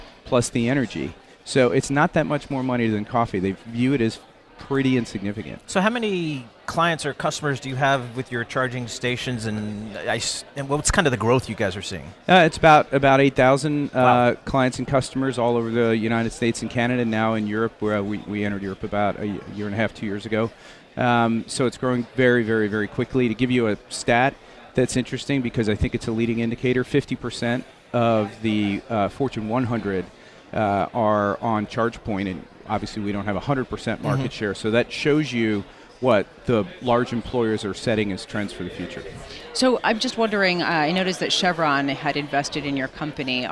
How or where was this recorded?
busy venue